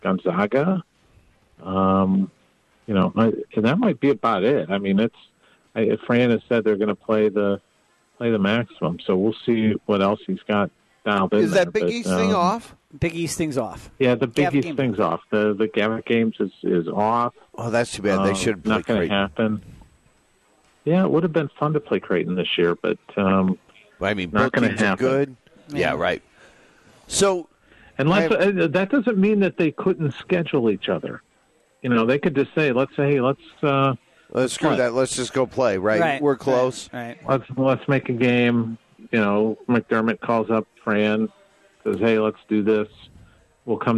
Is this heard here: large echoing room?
no